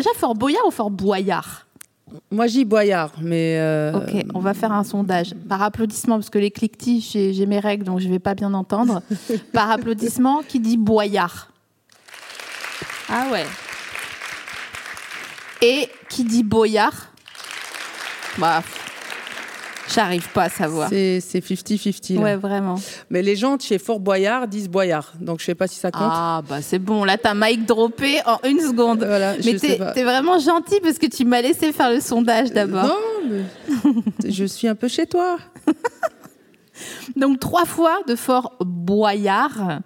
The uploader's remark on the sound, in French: Enregistré en mars 2022 à la Scala Paris.